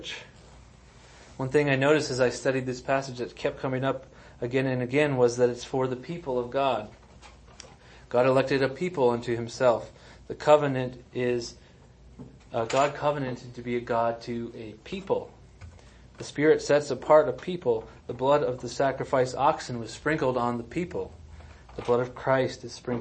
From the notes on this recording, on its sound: Sermons and audio recordings of Trinity Reformed Church in New Castle, Colorado.